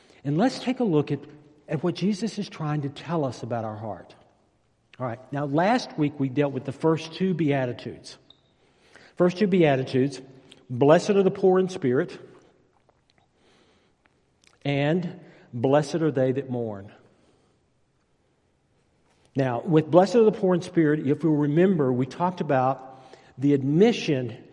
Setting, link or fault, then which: setting, large echoing room